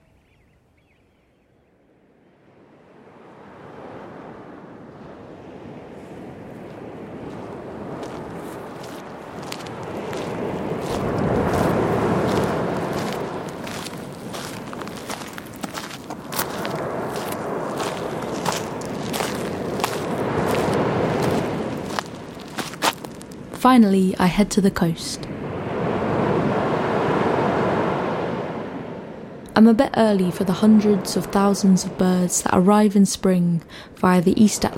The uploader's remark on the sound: visits Norfolk to record the songs of late winter birds, travelling from woodland to wetland to ocean.